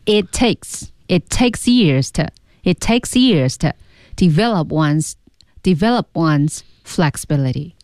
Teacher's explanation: 那这句话最慢的两个单词就是一个是 years，其次是 take